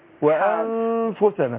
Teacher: الإخفاء النون عند الفاء، أقول وأنفسنا مع الغنة حركتين